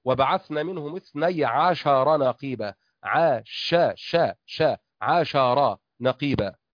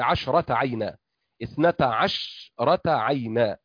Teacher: فالشين مع المذكر تفتح الشين وتحرك، ومع المؤنث تسكن